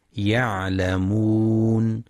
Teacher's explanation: ينتبه القارئ لبينية العين وتحقيق مخرجها من وسط الحلق